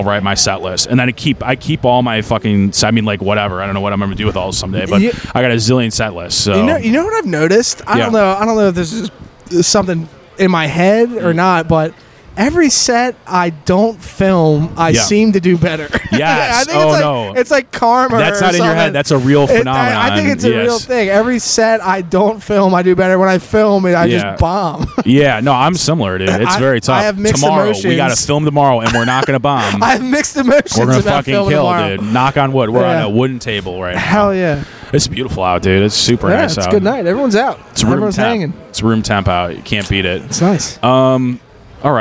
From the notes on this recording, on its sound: recorded following the comedy open mic at Fells Point Tavern September 6th, 2022